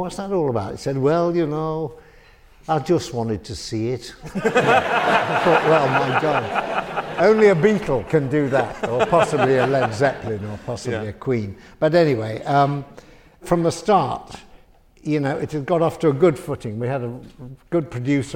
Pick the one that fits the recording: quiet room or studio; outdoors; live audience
live audience